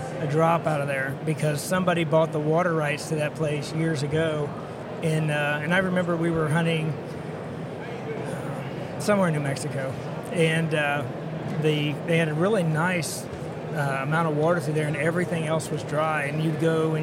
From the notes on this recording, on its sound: we're coming to you from the Houston Safari Club show floor!